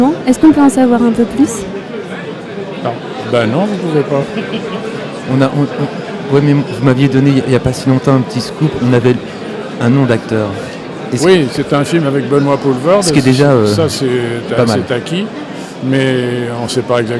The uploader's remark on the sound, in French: Toute cette semaine, nous plantons nos micros dans le hall du Centre des Congrès pour suivre au plus près le festival Premiers Plans. Radio Campus Angers.